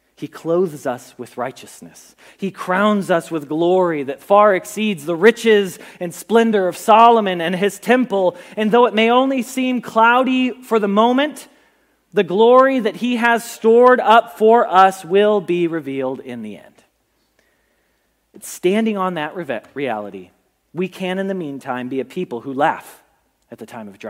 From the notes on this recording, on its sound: Message Preached at Valley Creek Church